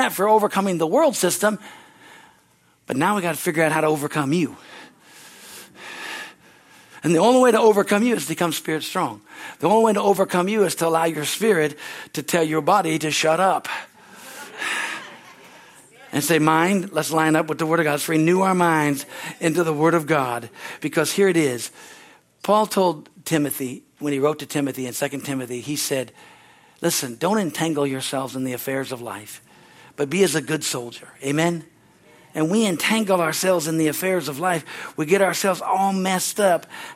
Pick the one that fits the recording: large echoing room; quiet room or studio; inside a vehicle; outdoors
large echoing room